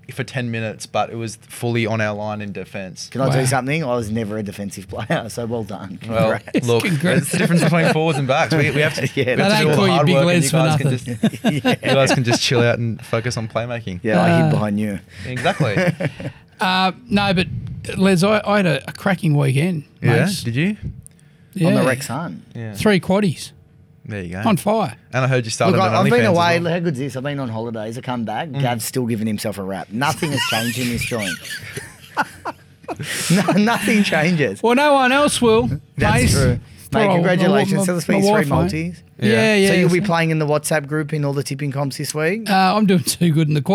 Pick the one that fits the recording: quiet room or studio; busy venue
busy venue